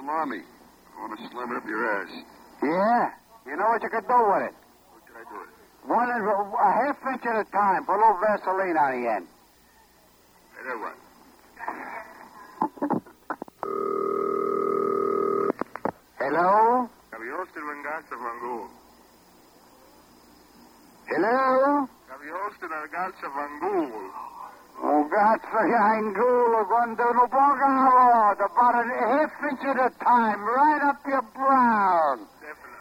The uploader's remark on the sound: Prank Phone Calls. Tube Bar Tapes - Side B.